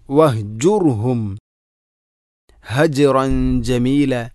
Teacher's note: വഹ് കെട്ടുള്ള ഹ തൊണ്ടയുടെ ഏറ്റവും അടിഭാഗം